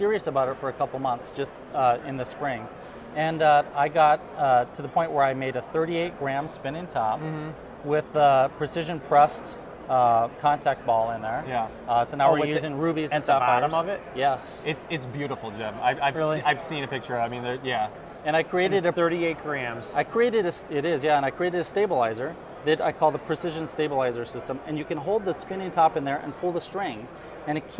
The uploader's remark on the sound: We are coming to you live from IMTS 2016! Our IMTS TV studio.